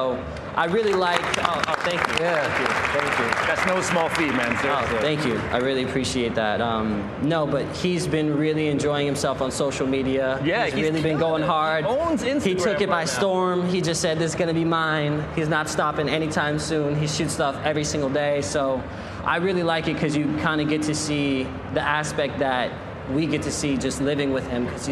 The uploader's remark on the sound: In this special live recording